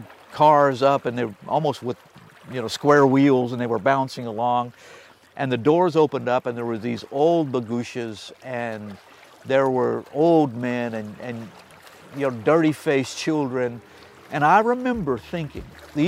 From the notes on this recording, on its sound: on location at the edge of the beautiful Sea of Galilee